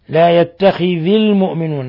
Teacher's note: كسرنا الذال تخلصا من التقاء الساكنين